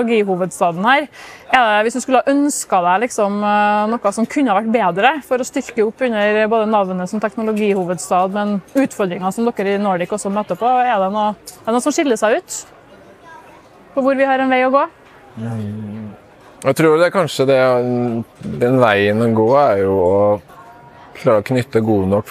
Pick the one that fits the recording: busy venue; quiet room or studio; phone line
busy venue